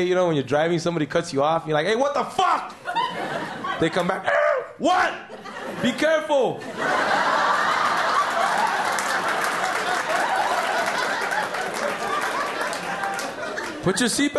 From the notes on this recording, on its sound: Format: Original Recording. Publisher: Uproar Entertainment. Performed in front of a rowdy and appreciative audience.